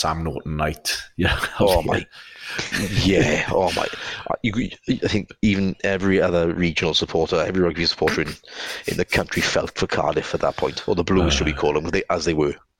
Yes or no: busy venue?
no